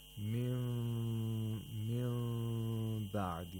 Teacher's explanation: The mim is pronounced with ikhfa, and we have nasalized this mim for two vowel counts.